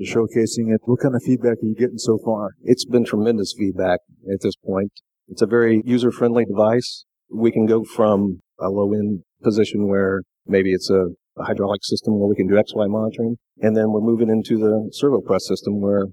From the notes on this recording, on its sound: Live from The ASSEMBLY Show